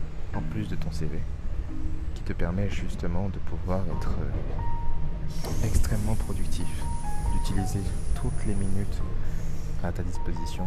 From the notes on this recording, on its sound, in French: Un épisode enregistré dans le RER